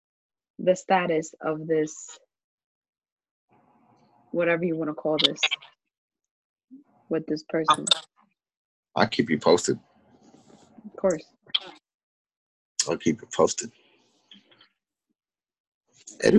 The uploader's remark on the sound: sorry we have been having a few technical difficulties due to this new way of recording our podcast